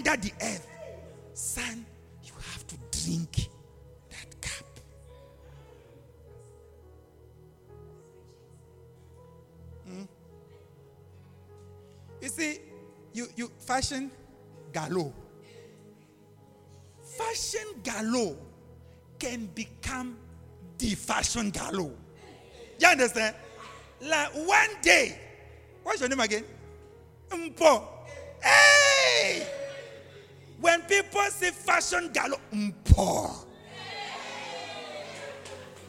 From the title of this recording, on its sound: LIVE AT ABC ROBEGA